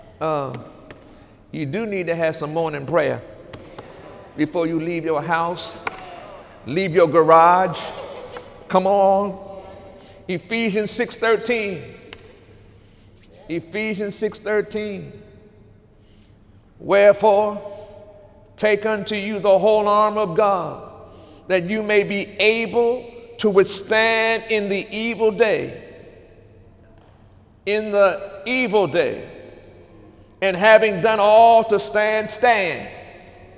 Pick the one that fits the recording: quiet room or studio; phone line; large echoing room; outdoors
large echoing room